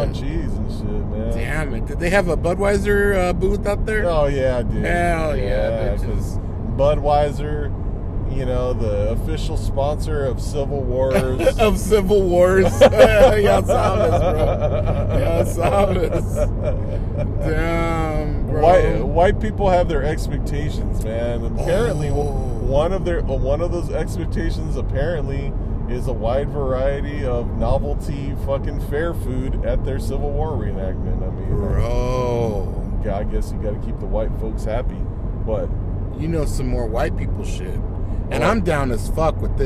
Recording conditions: background noise